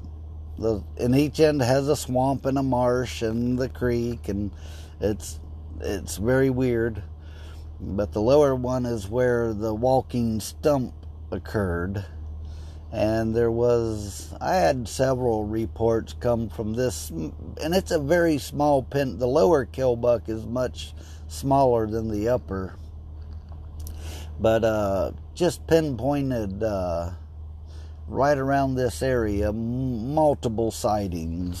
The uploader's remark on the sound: Just a quick podcast while sitting in my car and waiting.